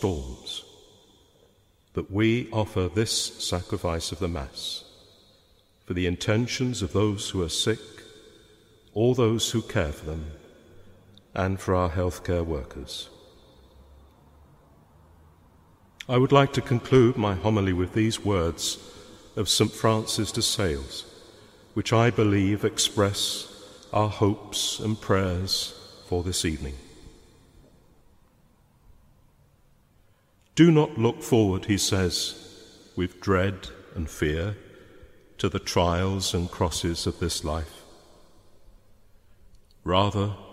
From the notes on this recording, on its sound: Homily preached at a Mass for the sick, their families, care workers and NHS staff. Speaking in Leeds Cathedral.